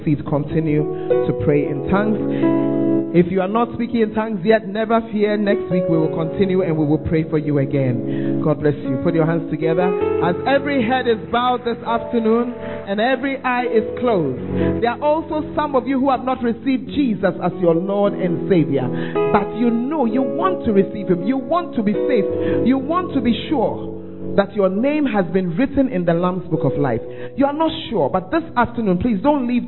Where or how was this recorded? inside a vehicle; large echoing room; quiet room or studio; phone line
large echoing room